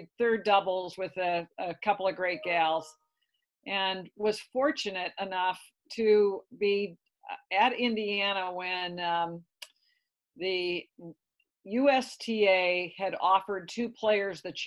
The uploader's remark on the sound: We had the pleasure of zooming in with Founder and President of TeamWork Online